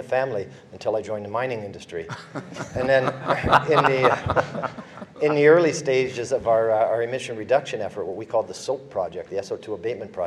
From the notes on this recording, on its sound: This episode features a round-table discussion on clean mining recorded live at The Northern Miner's Progressive Mine Forum held at the MaRS Discovery District in Toronto in October 2018.